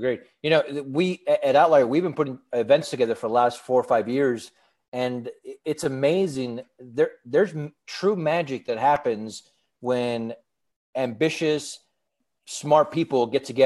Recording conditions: video call